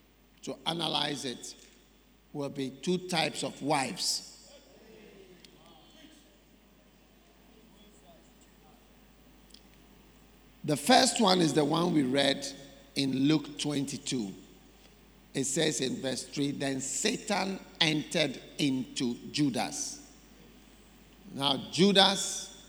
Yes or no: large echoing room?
yes